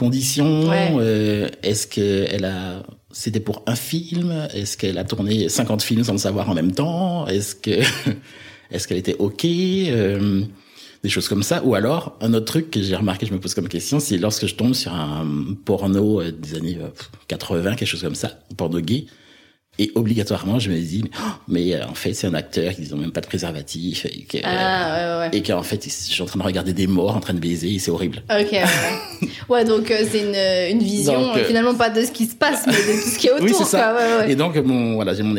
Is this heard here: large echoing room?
no